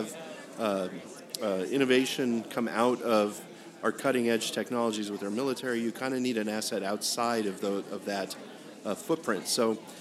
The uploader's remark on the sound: Live before an Innovative Audience